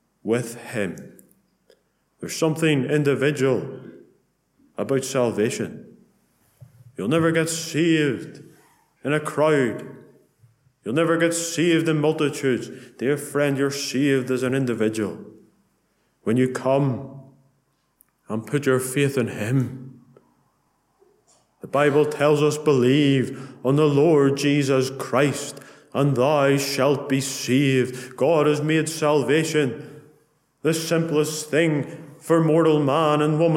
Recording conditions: large echoing room